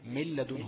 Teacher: فمن لدنه هيبقى اقلب النون للام تبقى مل وليس من · Term: إدغام بغير غنة